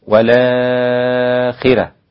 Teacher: والآخرة، كلمة والآخرة ورش ولاخرة، ورقق الراء لأن قبلها حرف مكسور فهو لا يعتمد حركة الراء. · Term: ترقيق الراء